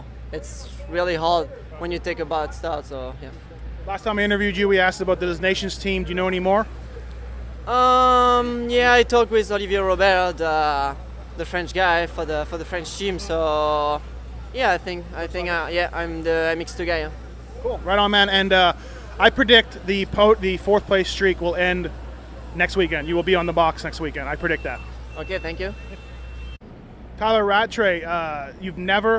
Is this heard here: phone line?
no